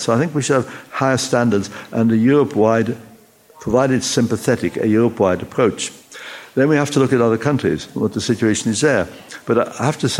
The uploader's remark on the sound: We recorded this interview at the Refugee Solidarity Summit in London, on stage in front of an audience for the first time.